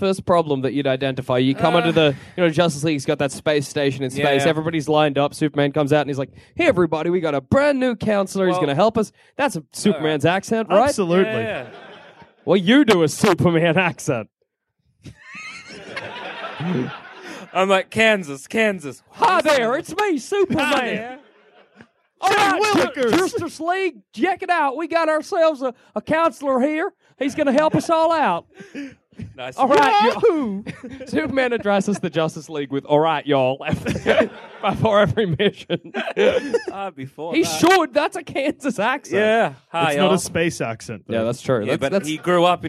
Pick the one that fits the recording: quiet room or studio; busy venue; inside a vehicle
busy venue